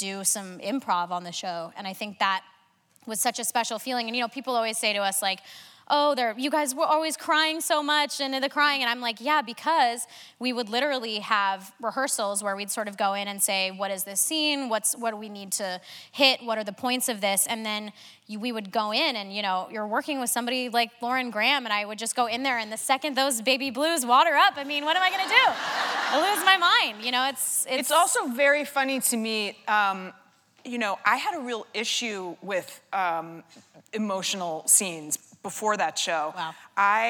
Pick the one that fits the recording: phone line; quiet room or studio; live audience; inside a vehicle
live audience